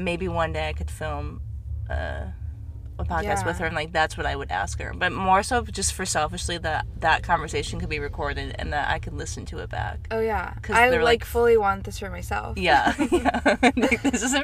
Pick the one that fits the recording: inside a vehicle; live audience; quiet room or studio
inside a vehicle